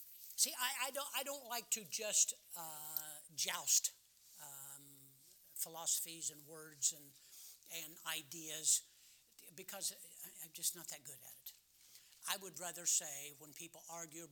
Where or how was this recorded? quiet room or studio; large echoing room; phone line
large echoing room